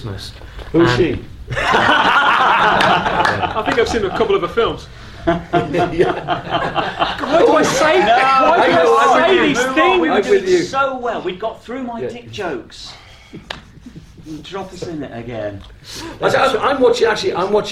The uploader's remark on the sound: Type 40 & Company at Whooverville 14. The very first recorded completely LIVE on stage with special guests and an audience of companions, friends and fellow fans… The 14th Whooverville event at Quad in Derby. Garfield Productions who recorded the material for Type 40.